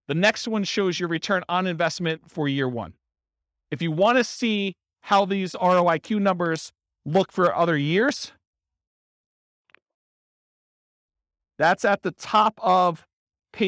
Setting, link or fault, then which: setting, live audience